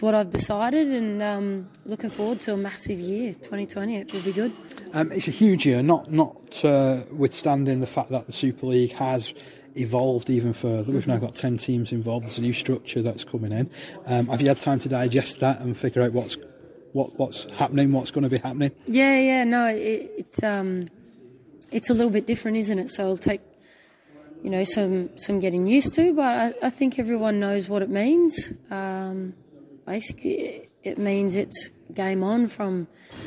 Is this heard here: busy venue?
yes